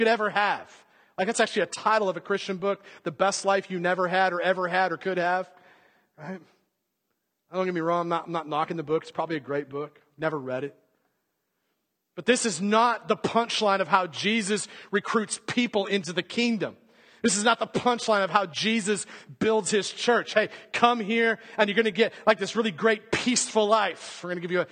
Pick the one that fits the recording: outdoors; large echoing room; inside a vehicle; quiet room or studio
large echoing room